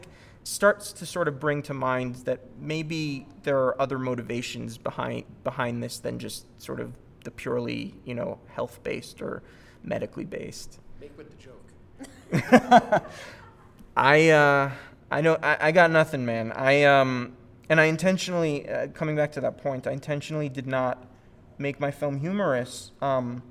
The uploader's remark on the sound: This is a recording of the Introduction and Q&A around the second screening of the Cut Tour. This screening took place at the Covenant United Methodist Church in Albuquerque.